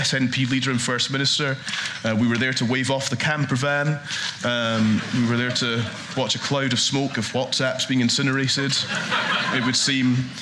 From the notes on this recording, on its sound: Energy Debate: Live. Joined in Aberdeen by an audience of 300.